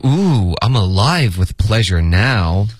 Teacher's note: 他的这个 now 应该加了一个重音